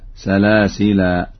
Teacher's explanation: وإذا ما وقف على لفظ سلاسل وقف عليه بالألف